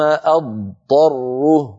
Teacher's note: أرجو أن تلاحظوا الفرق، إن قلنا أضطره أكون قد نطقت طاء مشددة وهذا خطأ، لابد من أنطق ضادا ثم بعد ذلك أنتقل إلى الطاء